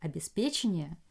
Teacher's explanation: Ударение на третий слог.